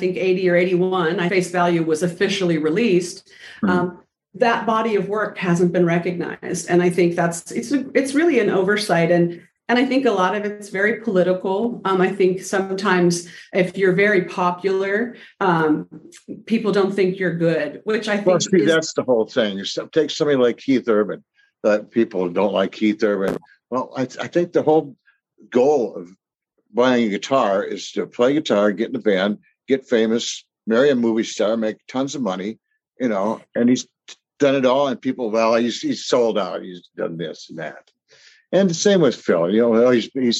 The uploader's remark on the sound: because I use Zoom to record